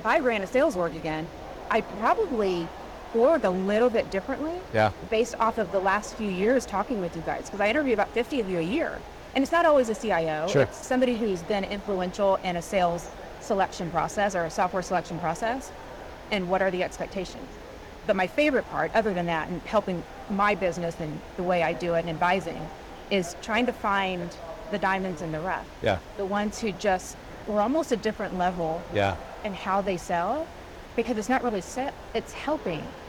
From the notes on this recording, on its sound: it’s an Interview in Action live from the 2023 CHIME Fall Forum